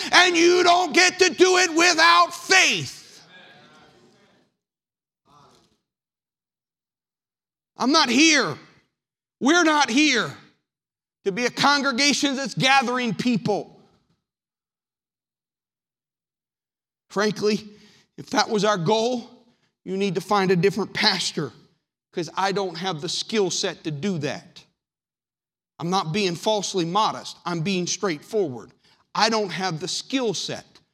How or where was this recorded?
large echoing room